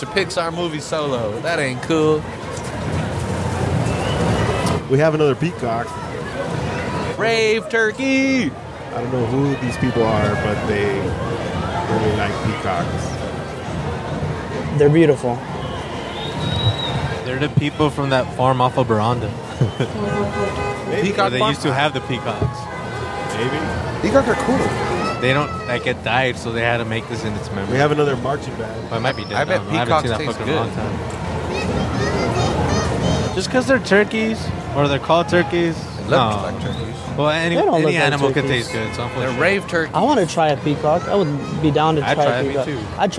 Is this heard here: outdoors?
yes